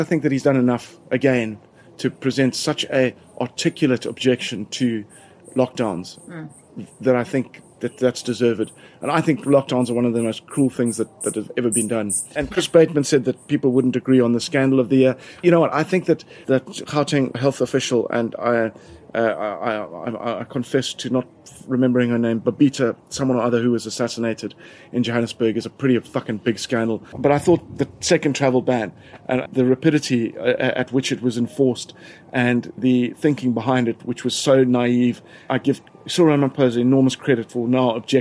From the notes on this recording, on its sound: Recorded in his garden in Cape Town.